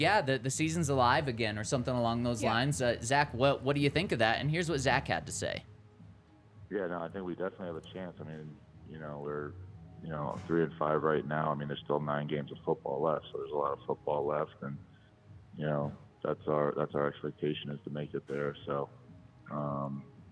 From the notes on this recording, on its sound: coming to you LIVE from the DNVR Bar